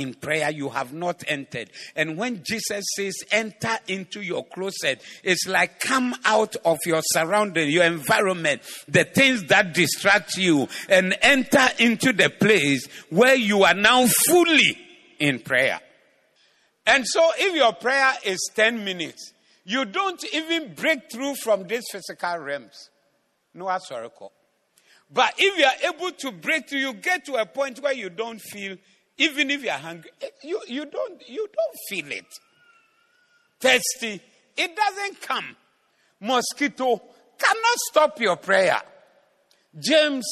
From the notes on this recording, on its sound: Preached at the Zeloo Service 12062022